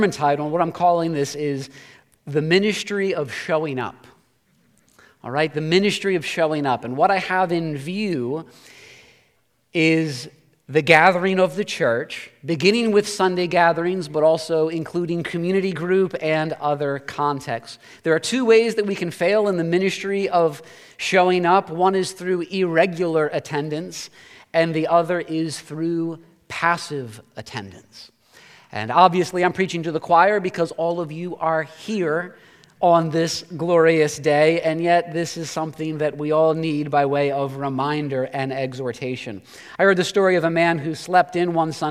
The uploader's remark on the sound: Preached this sermon at Covenant Fellowship Church on January 8, 2023.